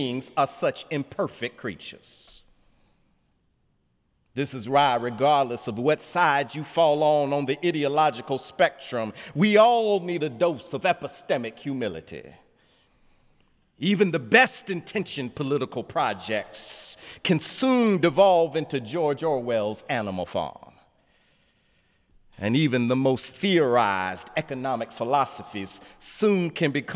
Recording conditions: large echoing room